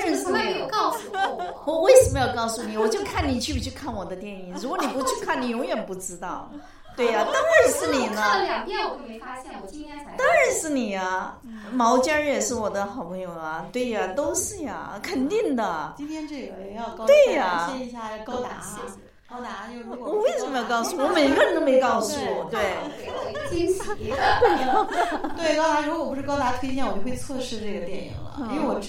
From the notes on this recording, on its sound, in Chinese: 实况录音